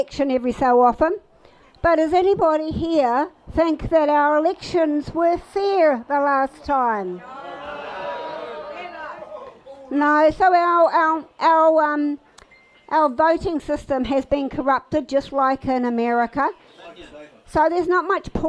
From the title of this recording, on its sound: Let’s Not Forget Tour Stop 3 - Towai Tavern - Whangarei